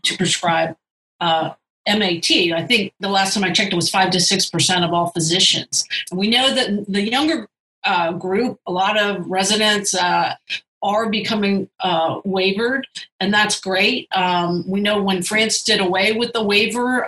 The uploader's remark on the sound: meeting online for last week’s live webinar